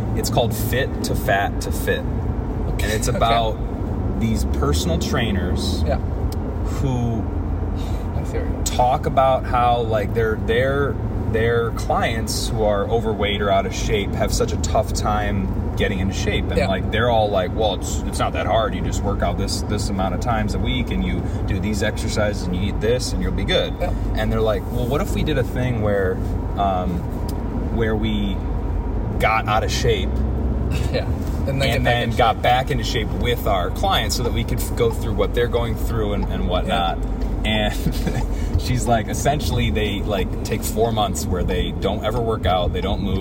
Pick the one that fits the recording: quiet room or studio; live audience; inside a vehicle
inside a vehicle